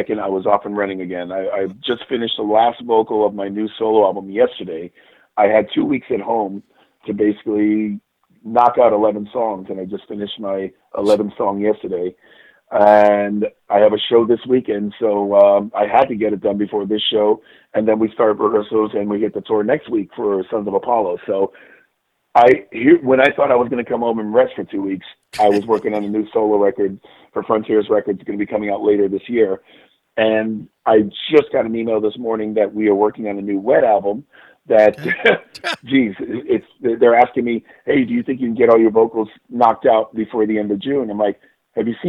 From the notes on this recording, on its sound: Called in to talk about the band's new release 2020.